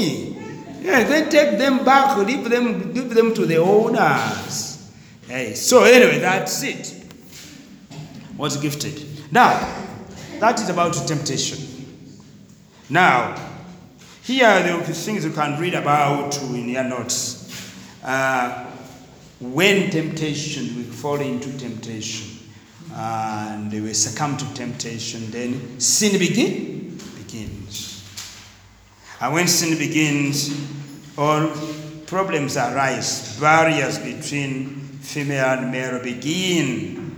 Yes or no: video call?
no